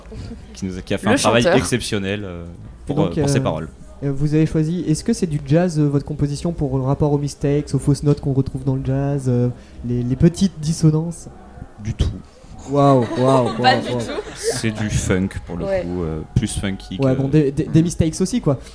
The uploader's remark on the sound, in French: Delta Fm est allée au Nouveau Festival à Cenon (33)